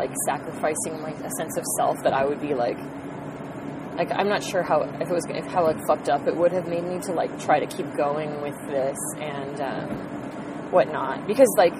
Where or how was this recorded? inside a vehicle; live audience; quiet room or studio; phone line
inside a vehicle